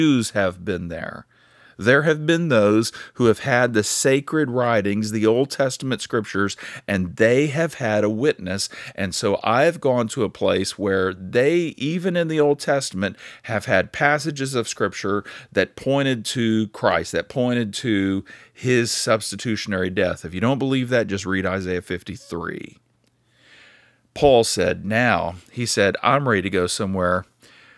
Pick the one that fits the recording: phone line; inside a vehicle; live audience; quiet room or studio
quiet room or studio